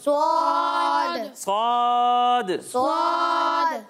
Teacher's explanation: اس میں سیٹی کی آواز بھی آئے گی اور اسے پر پڑھنا ہے